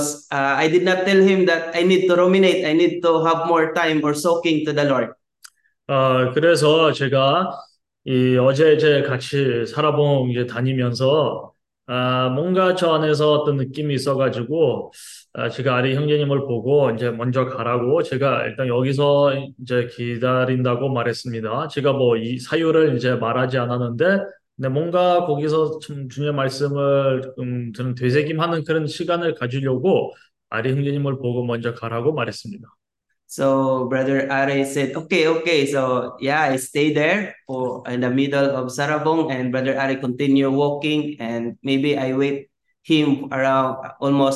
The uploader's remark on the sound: zoom meeting